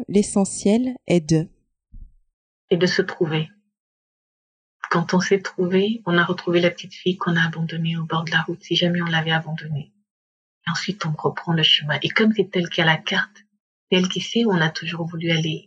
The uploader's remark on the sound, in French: Dans cet épisode enregistré à distance